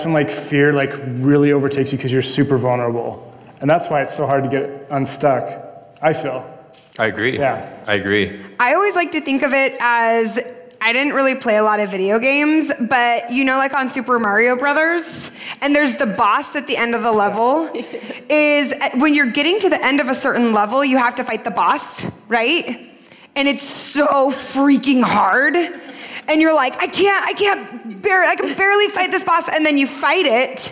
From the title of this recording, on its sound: LIVE PODCAST TOUR PHOENIX